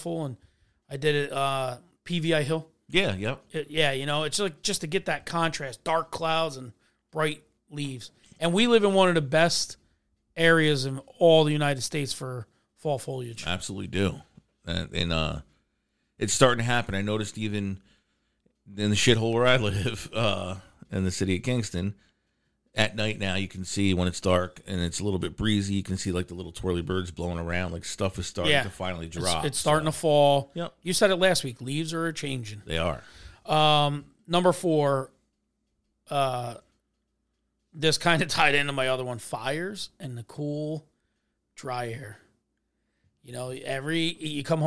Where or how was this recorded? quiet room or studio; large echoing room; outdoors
quiet room or studio